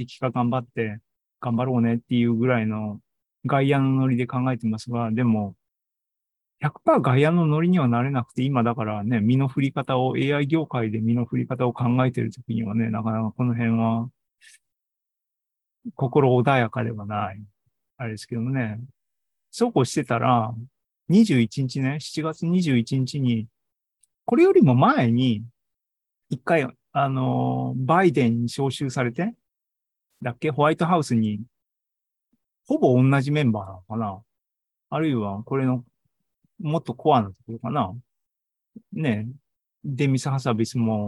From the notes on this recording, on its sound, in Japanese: ２０２３年７月２９日に開催した ZOOMライブの模様です